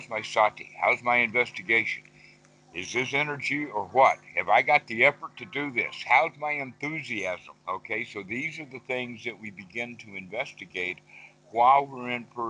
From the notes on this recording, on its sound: skype calls on this channel